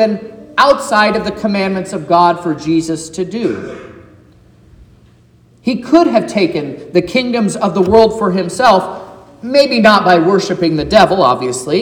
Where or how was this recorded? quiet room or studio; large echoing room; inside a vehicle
large echoing room